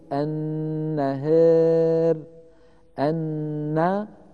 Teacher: إذن إذا جاءت ألف وجاء بعدها حرف الراء وكان مكسورا متطرفا، فإن ورشا رحمه الله يقلل هذه الألف أيضا وجها واحدا، نحو قوله تعالى النهاري فيقول النهار النهار. التقليل يبدأ من فتحة الهاء وليس من فتحة النون كما نسمع من بعض إخواننا المبتدئين فيقولون النهار، يبدأون التقليل من فتحة النون، هذا لا يصح.